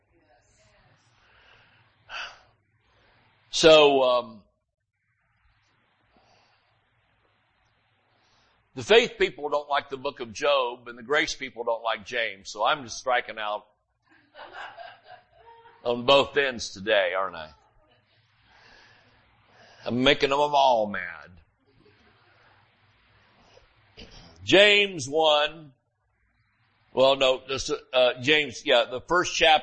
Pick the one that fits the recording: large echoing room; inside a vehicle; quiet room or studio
large echoing room